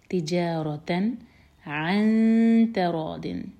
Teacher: تجارتن، تن ہم کلیئر پڑھیں گے، نون کی آواز کو کلیئر پڑھا جائے گا، ظاہر کریں گے نون کی آواز کو, تو اظہار ہے یہ، تجارتن عن تراضٍ، عن یہاں پر